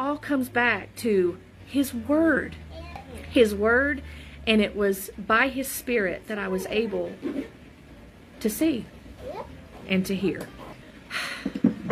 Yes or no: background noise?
yes